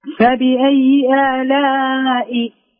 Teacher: وأظهر همزة آلاء ربكما محققة من الحلقة